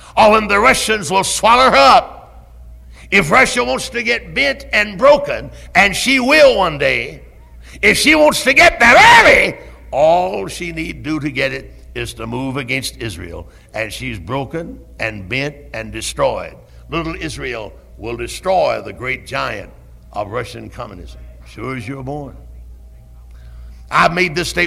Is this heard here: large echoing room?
yes